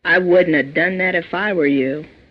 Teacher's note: Would not have becomes wouldna